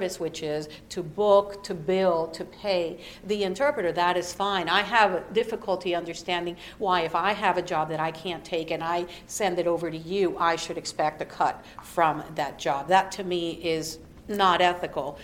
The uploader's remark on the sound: recorded at NAJIT's 43rd Annual Conference